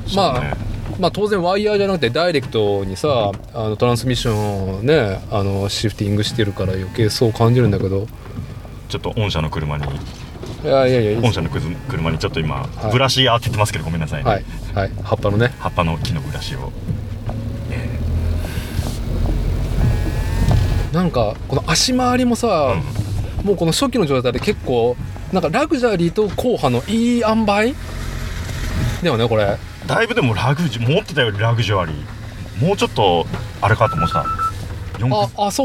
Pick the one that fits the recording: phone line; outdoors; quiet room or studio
outdoors